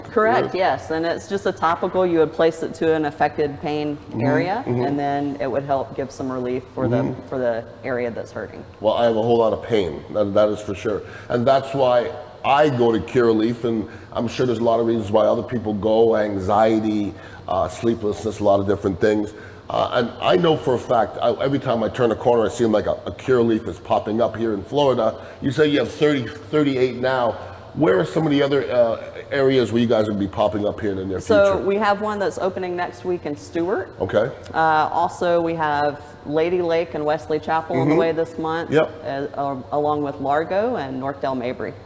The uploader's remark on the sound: several interviews from the Florida Cannabis Festival